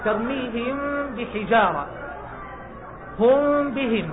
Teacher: صار حكمها إخفاء لما يقع بعدها الباء، ترميهم بحجارة هم بهم، الميم بعدها باء، هذا إخفاء